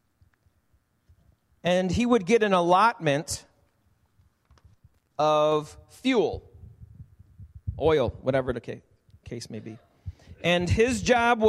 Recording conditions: large echoing room